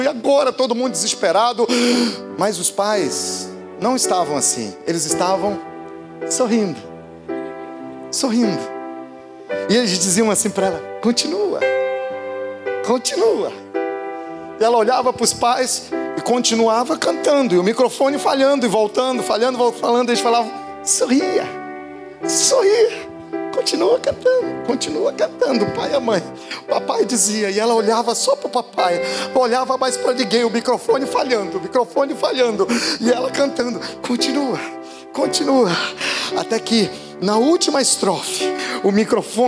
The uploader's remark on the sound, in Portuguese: Podcast gravado na PAES Piedade no dia 03/12/2018